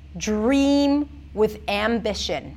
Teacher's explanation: With is reduced, it's less important because we have dream and ambition. These are the key words here.